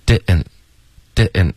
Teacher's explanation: 所以 didn't 会有一个喉音停顿